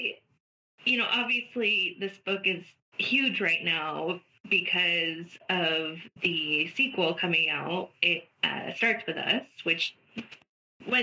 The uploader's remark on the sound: We had some technical difficulties this week